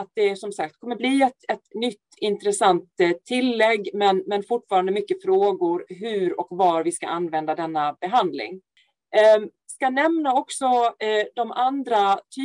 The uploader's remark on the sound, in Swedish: Ljudinspelningen från SOF:s webbinarium om melanom.